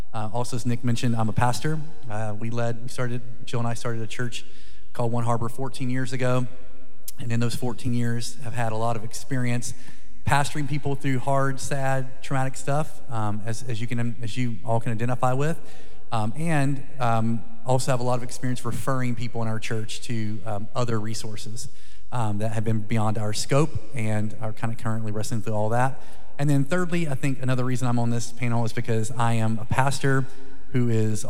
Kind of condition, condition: setting, live audience